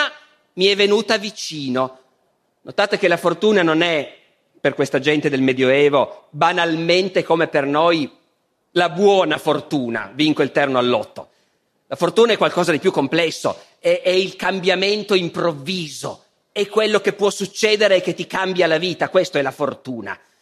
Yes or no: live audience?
yes